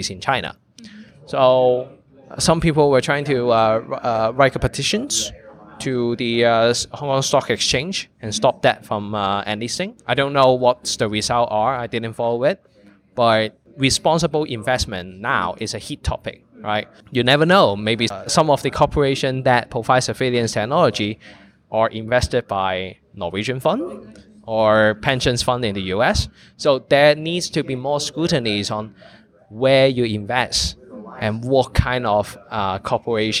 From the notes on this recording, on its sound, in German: die Aufnahme teilen, die im Dezember 2019, während der Konferenz der Friedrich-Naumann-Stiftung für die Freiheit, Democracy Disrupted: Digitalization and Human Rights entstanden.